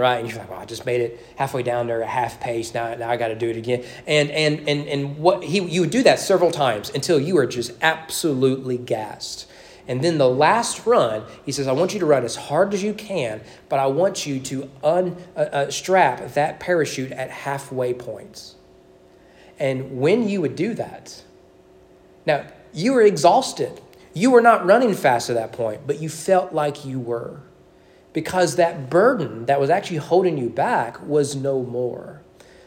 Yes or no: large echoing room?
yes